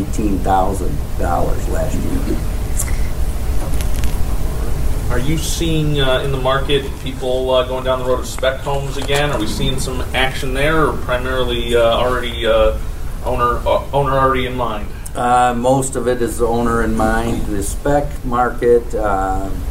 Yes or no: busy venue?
yes